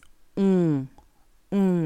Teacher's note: Es como una O muy interior.